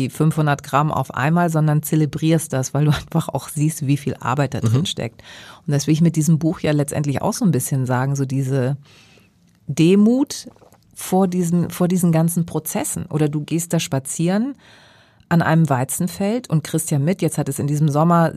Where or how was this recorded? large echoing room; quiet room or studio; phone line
quiet room or studio